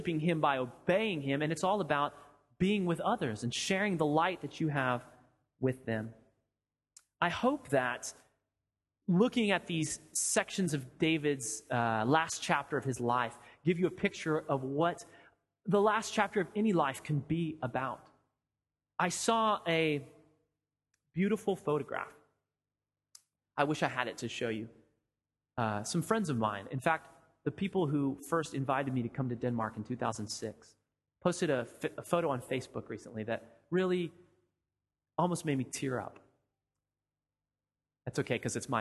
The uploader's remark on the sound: Sermon audio from FIBC Copenhagen